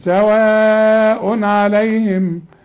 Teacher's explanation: كل تنوين اللي هو سواء، الضمتين الفتحتين الكسرتين وبعدها عين، ما تغنش ابدا سواء عليهم، ما تقولش سواء عليهم.